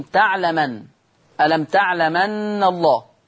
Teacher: بينقل ورش الهمزة للميم